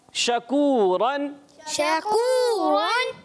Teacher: दोनों होंठ की गोलाई से · Term: वाव